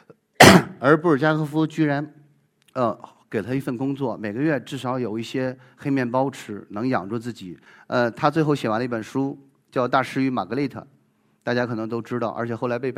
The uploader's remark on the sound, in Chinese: 一席现场